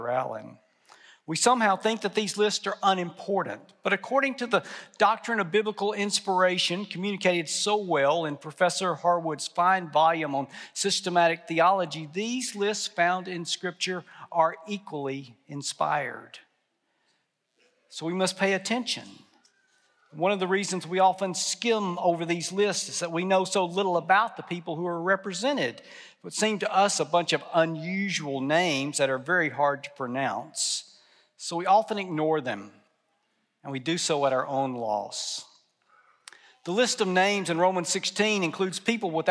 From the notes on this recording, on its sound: at the 2022 fall commencement ceremony for Southwestern Seminary and Texas Baptist College